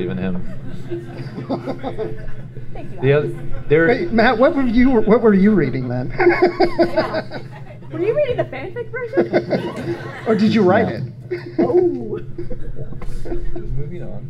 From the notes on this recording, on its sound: Was apart of a panel at Dragon Con on the Star Wars track. Take questions from the audience.